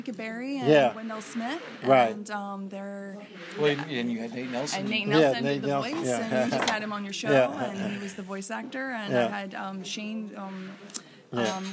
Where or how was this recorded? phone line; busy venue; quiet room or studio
busy venue